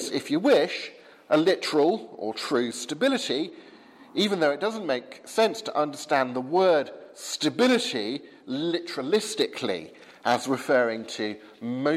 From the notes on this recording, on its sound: from the 8 am service at Highfield Church, Southampton, November 22nd 2015